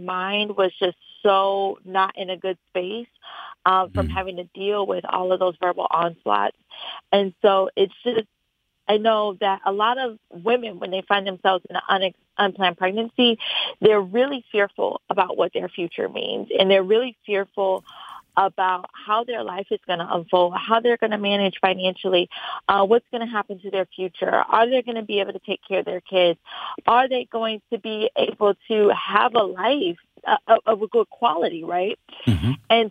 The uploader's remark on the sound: Today's Phone Guest